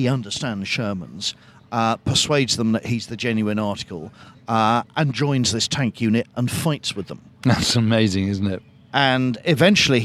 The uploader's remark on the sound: In this bonus episode recorded at Chalke Valley History Festival.